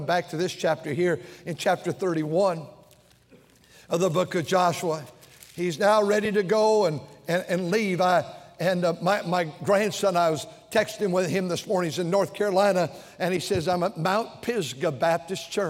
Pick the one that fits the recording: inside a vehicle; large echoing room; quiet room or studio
large echoing room